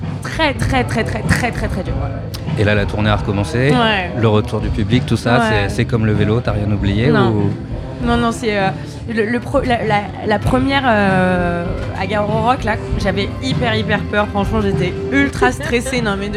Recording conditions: busy venue